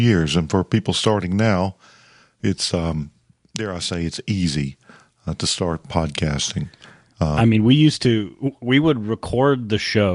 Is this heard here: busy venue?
no